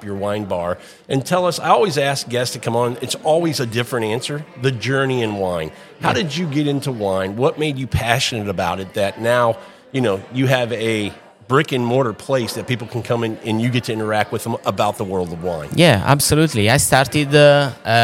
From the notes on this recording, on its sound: On this episode we are onsite at Vin Santo Wine Shop & Bar in Houston Texas.